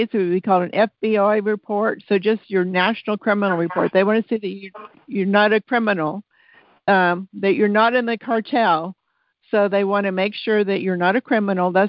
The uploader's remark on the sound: Listen to the replay of the June 17, 2022 Q&A call.